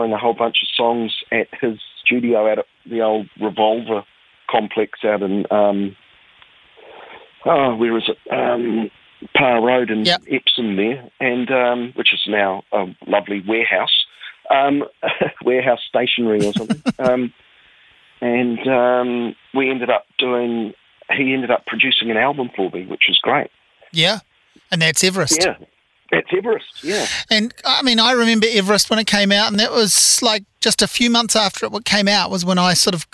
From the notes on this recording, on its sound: An in-depth chat over the phone